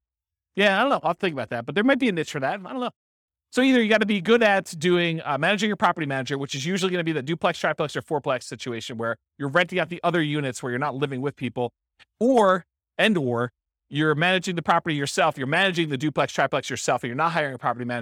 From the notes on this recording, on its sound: This was a live class recorded